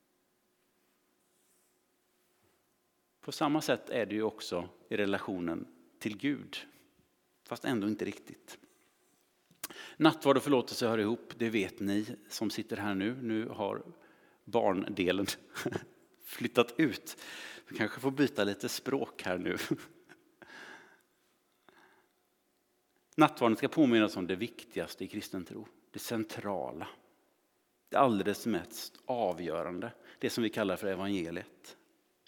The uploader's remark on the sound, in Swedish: Inspelning från Immanuelskyrkan Skövde.